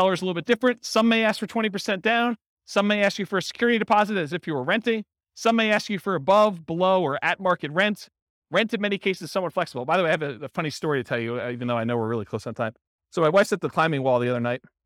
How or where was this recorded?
live audience